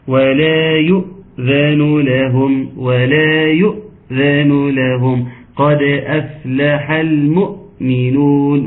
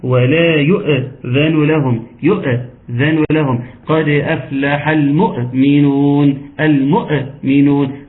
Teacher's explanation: الصوت بيقطع في الكلمه، فنقول لانها همزه قطع · Shown in: first take